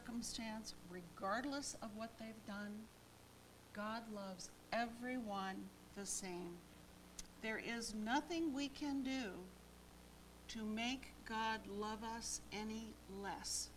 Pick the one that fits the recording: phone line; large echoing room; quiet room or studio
large echoing room